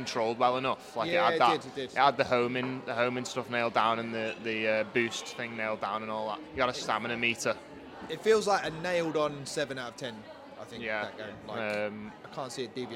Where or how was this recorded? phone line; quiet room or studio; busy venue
busy venue